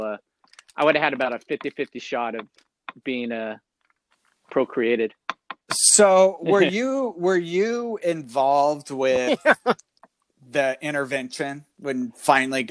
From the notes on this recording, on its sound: This time their audio is better because they’re using headsets. Had a great idea to record in his car. They had to re-record the first segment four times because people kept interrupting him while recording.